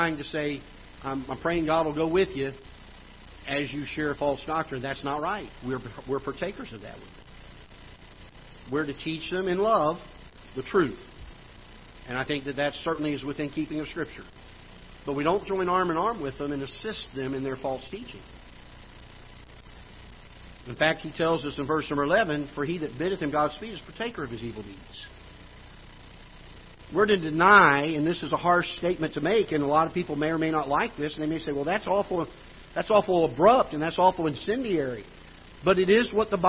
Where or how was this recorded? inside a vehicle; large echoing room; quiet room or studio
large echoing room